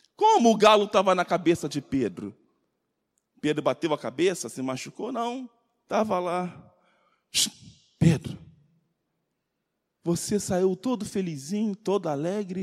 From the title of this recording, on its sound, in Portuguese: CULTO DE LOUVOR E PALAVRA AO VIVO 27.09.2020 - MANHÃ